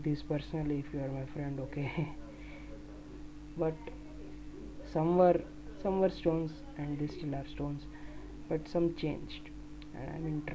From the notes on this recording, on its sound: Sorry for the miserable extra background audios.